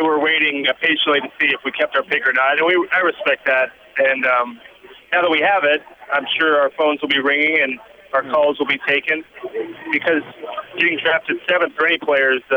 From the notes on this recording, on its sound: Conference Call (5/30/12)